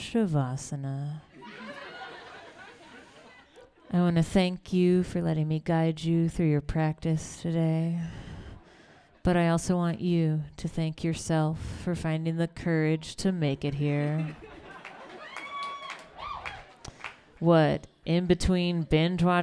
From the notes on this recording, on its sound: A previously recorded evening of storytelling and otherwise.